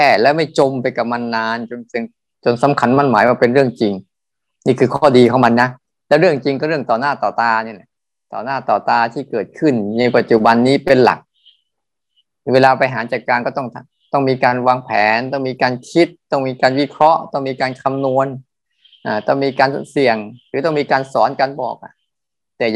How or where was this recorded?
video call